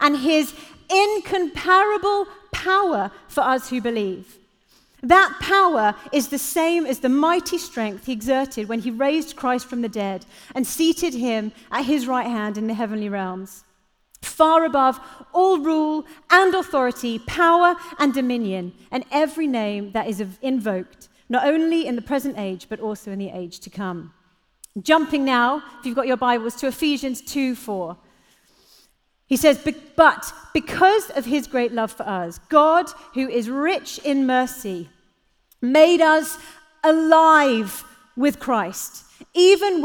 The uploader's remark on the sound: Live at The Orchard Conference 2022